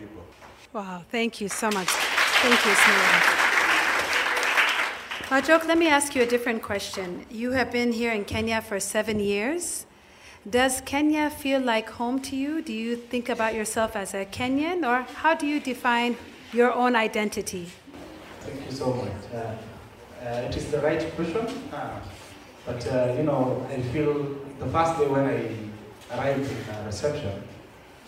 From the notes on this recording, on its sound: In this special live episode of Up/Root. This live episode is a collaboration between Up/Root and UNICEF Kenya in honor of World Refugee Day and was recorded live on location in Kakuma Refugee Camp.